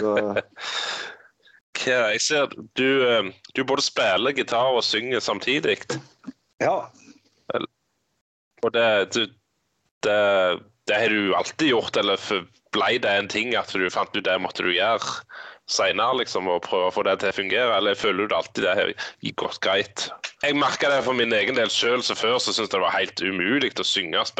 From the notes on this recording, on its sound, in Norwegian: Podcasten er innspilt via Skype.